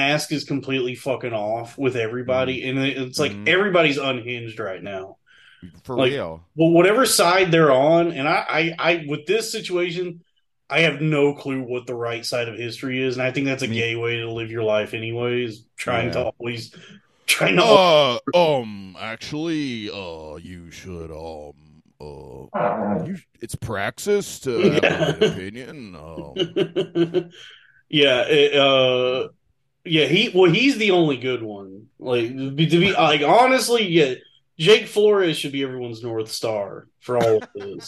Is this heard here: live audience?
no